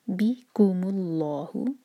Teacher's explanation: لام جلالہ کو بھاری پڑھیں گے